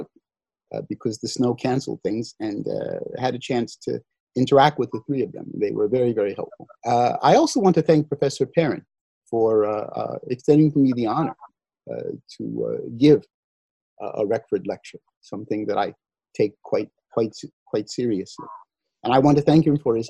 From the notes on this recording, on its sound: Due to the COVID-19 Pandemic, the 2020 Mary Stevens Reckford Memorial Lecture in European Studies with Dr. Was held via Zoom video conference.